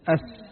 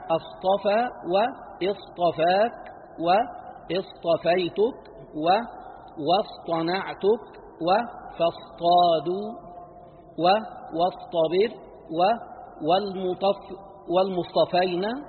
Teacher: الصاد وهو حرف صفير مهموس مطبق مستعل · Shown in: second take · فإن التقى بالطاء أنعم بيانه وأعطي حقه من الإطباق والاستعلاء، وإلا انقلب سينا، وذلك في نحو قوله تعالى أصطفى.